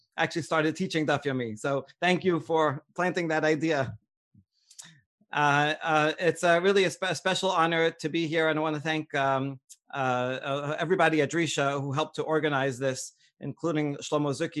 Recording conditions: video call